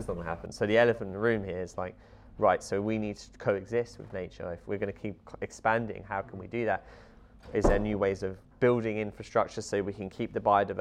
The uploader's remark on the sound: As we were in the Alexandra Hotel in Fort William during the Mountain Festival this year, there is a bit of background noise from other people moving around the hotel.